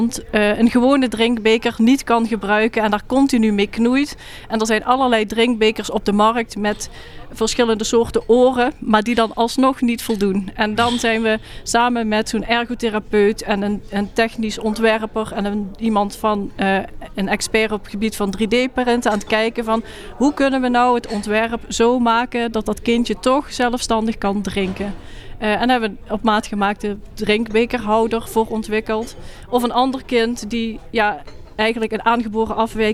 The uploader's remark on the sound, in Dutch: We waren live vanuit Leiden. Live updates vanuit het SIA-congres.